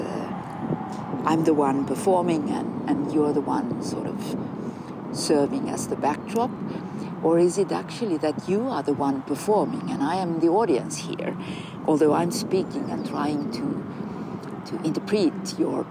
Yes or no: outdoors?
yes